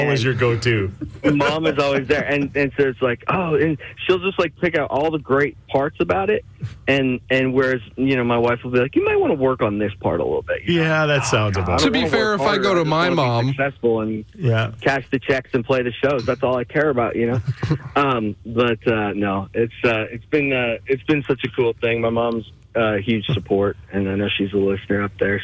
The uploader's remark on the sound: joins us via phone